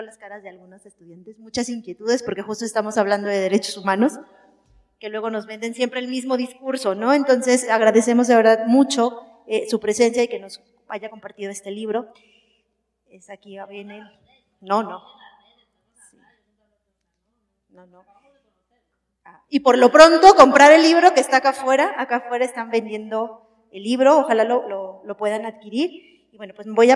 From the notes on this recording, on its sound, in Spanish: El foro se celebro en la Facultad de Derecho.